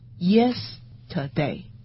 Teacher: 你把 yes 升起来读